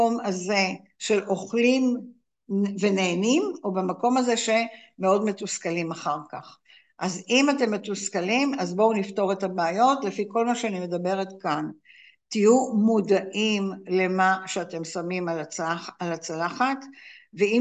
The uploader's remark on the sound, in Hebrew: הקלטה של הרצאת זום